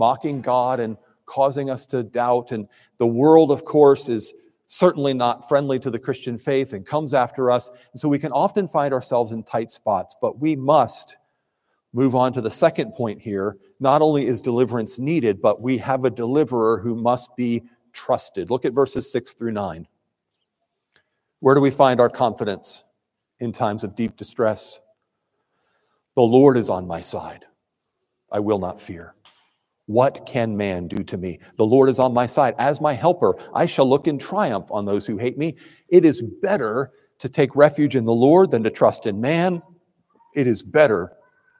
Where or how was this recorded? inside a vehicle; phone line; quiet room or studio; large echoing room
large echoing room